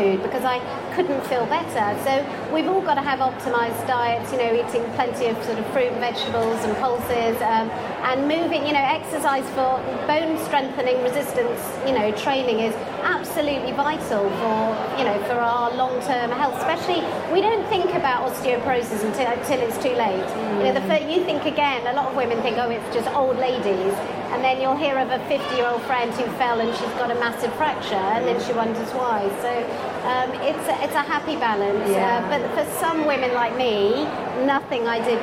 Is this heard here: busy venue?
yes